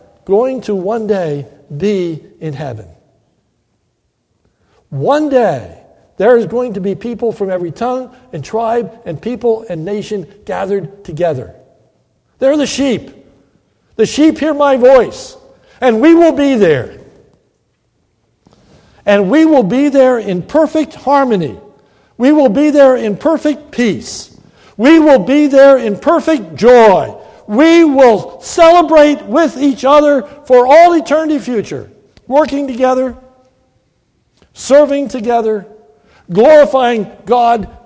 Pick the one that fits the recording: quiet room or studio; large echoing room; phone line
large echoing room